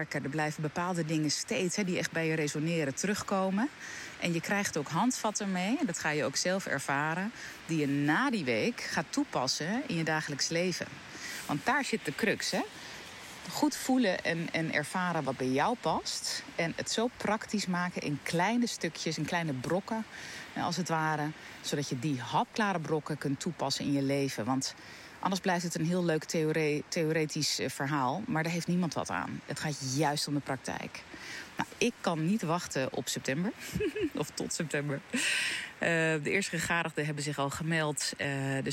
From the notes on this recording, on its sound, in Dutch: Opgenomen in het bos